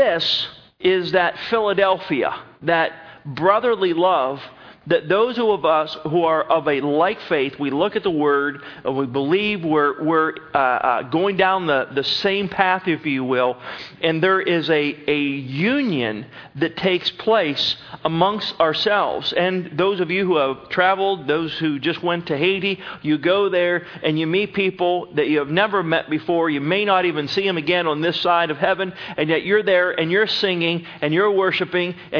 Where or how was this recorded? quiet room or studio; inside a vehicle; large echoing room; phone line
large echoing room